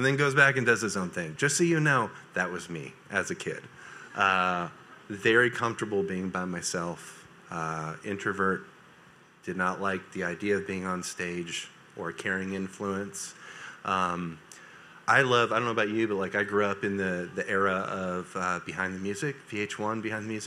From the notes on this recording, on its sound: A recording from Vision Night 2023.